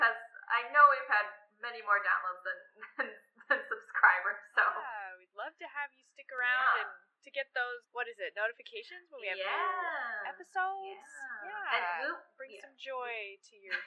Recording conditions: poor sound quality